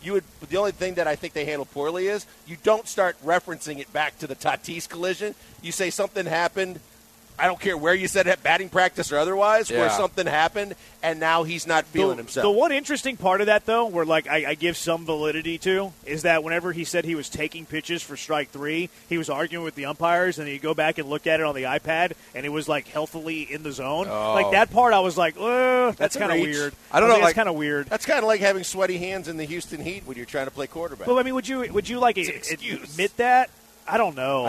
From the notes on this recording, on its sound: LIVE from Drift Bar in the Heights!